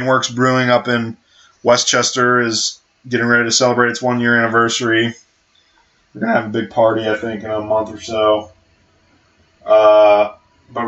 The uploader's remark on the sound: The One With the Terrible Audio